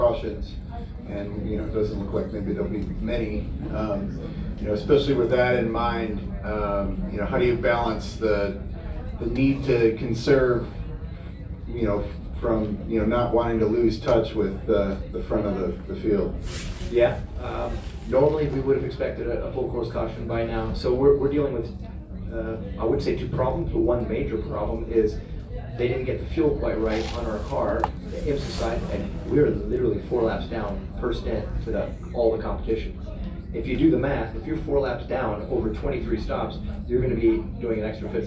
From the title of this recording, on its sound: Live from Daytona